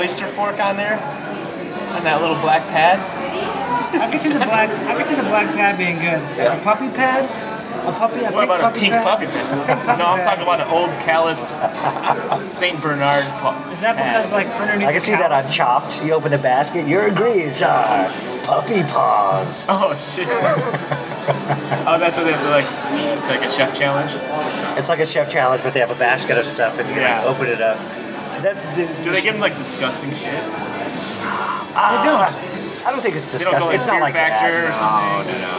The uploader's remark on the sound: at Palms Thai in Hollywood.